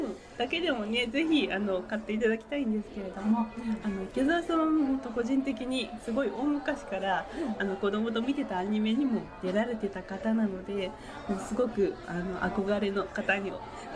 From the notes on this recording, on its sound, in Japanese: 屋外のカフェで収録しているため、聞き辛い箇所がございます。